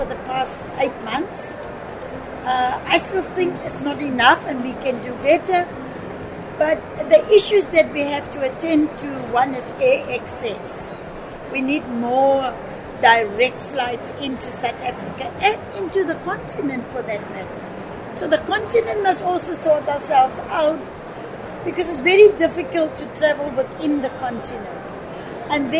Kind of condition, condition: setting, busy venue